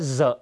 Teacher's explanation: ข้อสังเกตที่ควรจดจำนะครับอย่างแรกข้อ1นะฮะคืออักษรตัว Qต้องปรากฏคู่กับ Uเสมอนะครับมันจะมาคู่กันมันมาเดียวๆไม่ได้นะฮะอักษร2นะครับคือตัว D G Iและตัว R ทั้งหมดนี้นะครับออกเสียงว่าเซหมดเลยซึ่งเป็นเสียงสั่นนะครับ · ตัว Sและตัว Xนะครับก็ออกเสียงเหมือนกันออกเสียงว่าเซเสียงไม่สั่นนะครับ